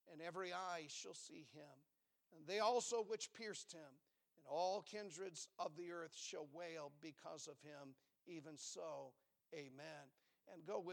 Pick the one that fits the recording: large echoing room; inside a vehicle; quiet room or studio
large echoing room